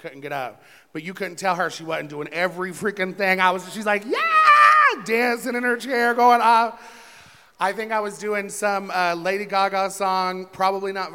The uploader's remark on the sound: Recorded LIVE on-stage at Don't Tell My Mother! In LA.